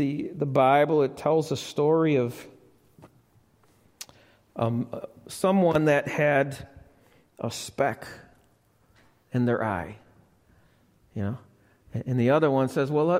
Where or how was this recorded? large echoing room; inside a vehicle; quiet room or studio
large echoing room